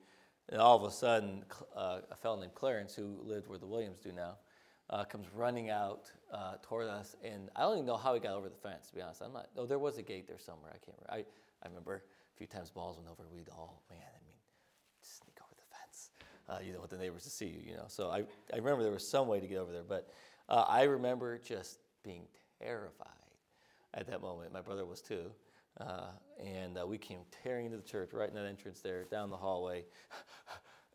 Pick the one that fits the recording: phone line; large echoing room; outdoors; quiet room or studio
large echoing room